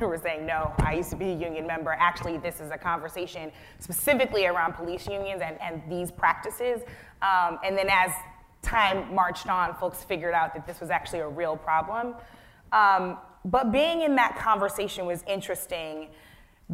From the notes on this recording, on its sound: This Forum was the kick off for a two day conference